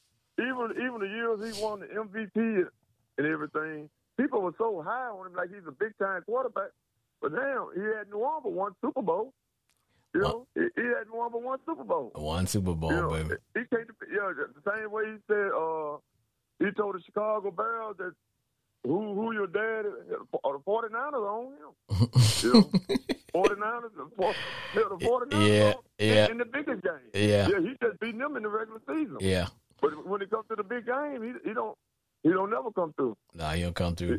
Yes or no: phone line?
yes